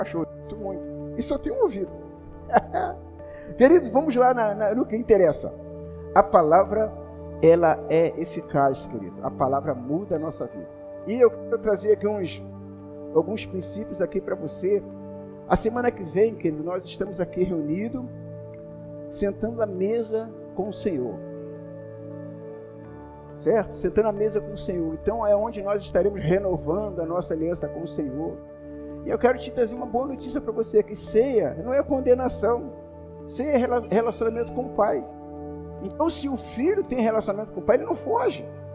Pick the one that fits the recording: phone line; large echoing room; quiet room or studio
large echoing room